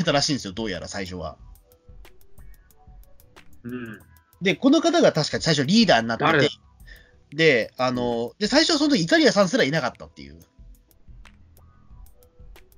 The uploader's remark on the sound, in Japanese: 後半が音声不良で収録できていない箇所があります。